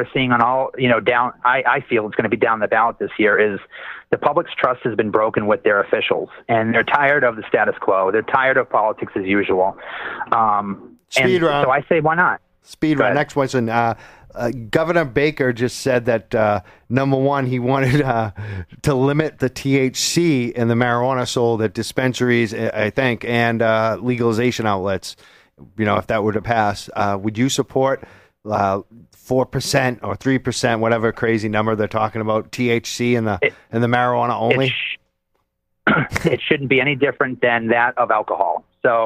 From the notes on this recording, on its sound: Saturdays, 6pm ET live on WEMF Radio. On the phone.